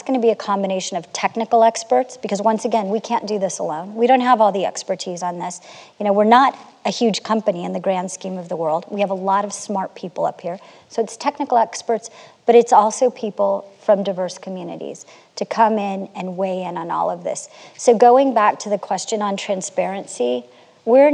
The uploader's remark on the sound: In this recording of a November 2021 live panel